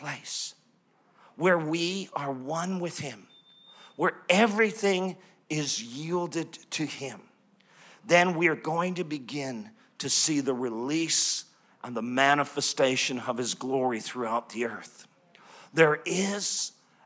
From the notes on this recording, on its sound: live from Neuma Church in Melbourne, Australia